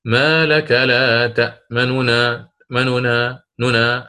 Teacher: سنختلس حركة الضمة في النون الأولى بيانا على أصلها · Term: الاختلاس